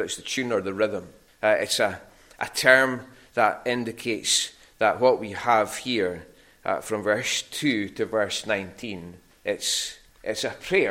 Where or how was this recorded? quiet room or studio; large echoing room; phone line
large echoing room